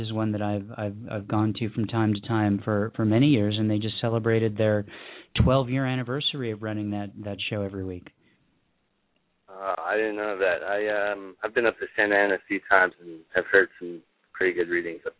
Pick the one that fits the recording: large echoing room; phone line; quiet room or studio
phone line